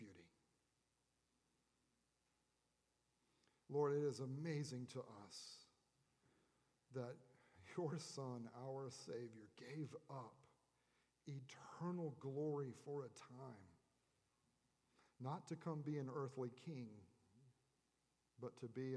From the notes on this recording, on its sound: At Redeemer Presbyterian Church in Charleston, SC